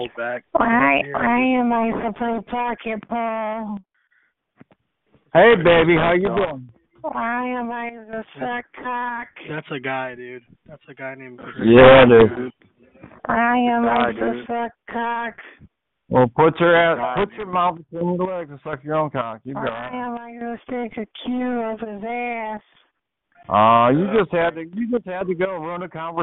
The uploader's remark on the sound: Conference Call